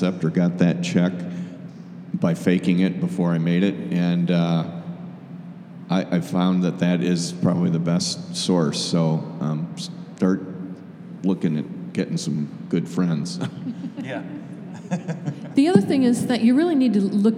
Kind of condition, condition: setting, live audience